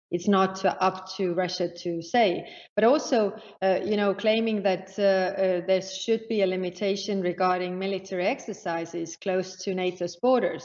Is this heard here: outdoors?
no